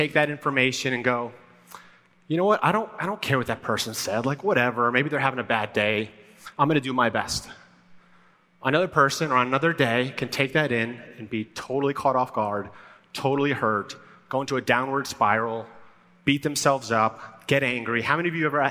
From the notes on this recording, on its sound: Live at the Rise Conference in Dallas, TX. A live talk I did to over 5,000 women at the Rise Conference in Dallas, TX this year.